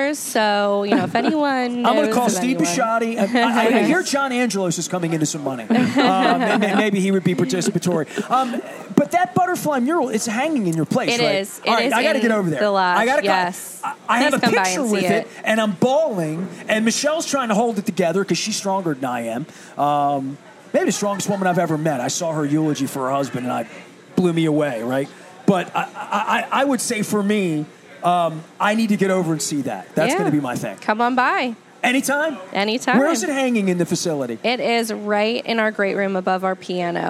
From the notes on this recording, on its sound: at Faidley's Seafood in Lexington Market